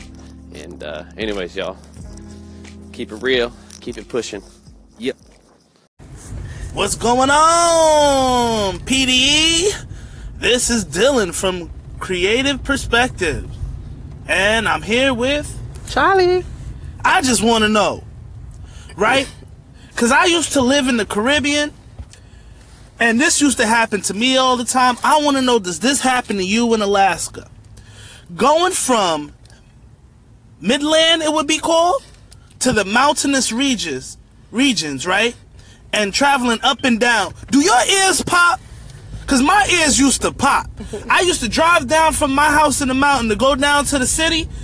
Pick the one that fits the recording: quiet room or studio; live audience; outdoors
outdoors